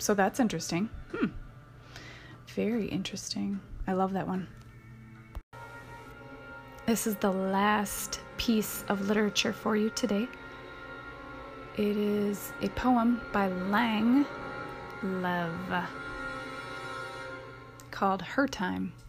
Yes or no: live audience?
no